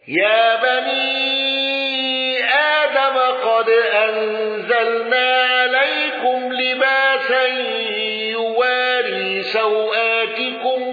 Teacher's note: بالإمالة وفتح سين لباس